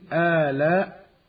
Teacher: ومد الهمز الأول من آلاء مد بدل جائز بمقدار 2 حركات